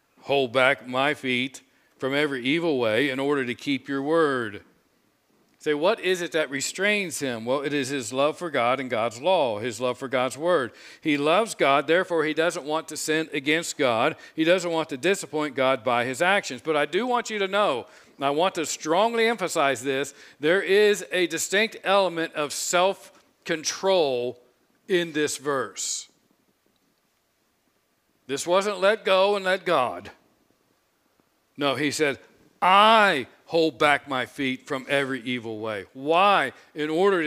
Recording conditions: large echoing room